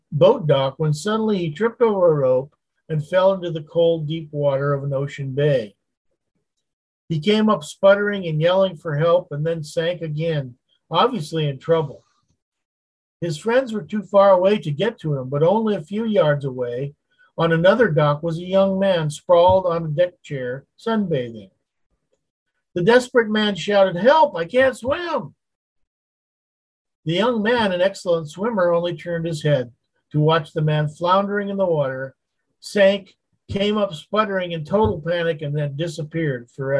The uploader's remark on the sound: Wednesday Zoom study.